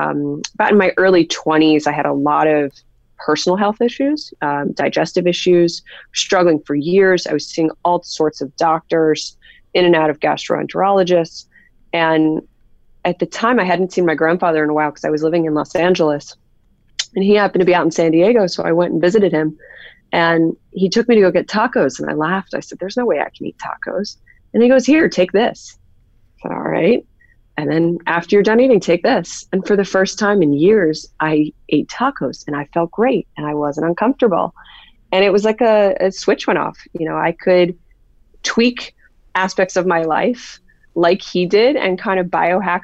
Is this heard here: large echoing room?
no